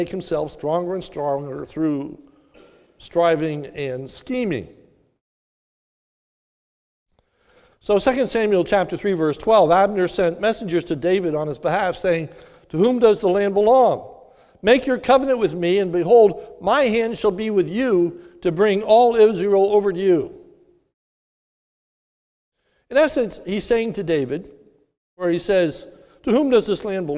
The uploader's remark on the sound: This sermon was recorded at the Lebanon Bible Fellowship Church in Lebanon, PA on 7/4/2021 during the morning service